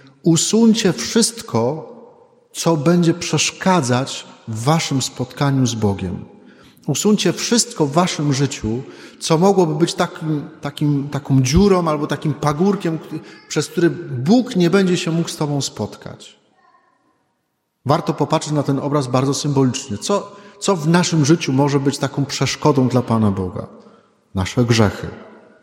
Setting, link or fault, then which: setting, large echoing room